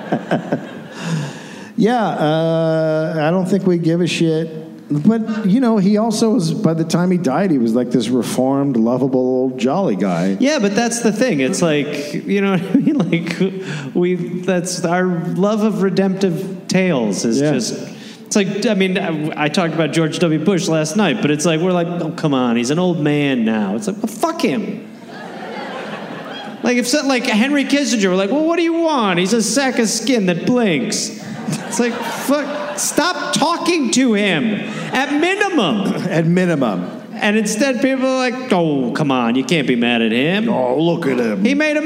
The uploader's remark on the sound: Recorded live in Salt Lake City, Utah.